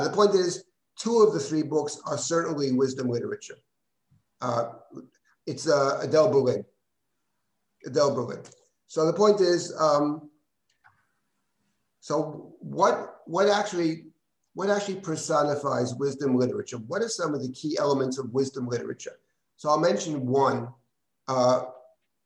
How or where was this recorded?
video call